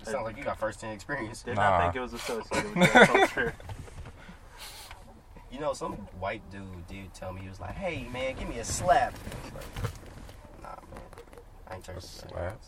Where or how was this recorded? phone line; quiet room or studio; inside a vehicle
inside a vehicle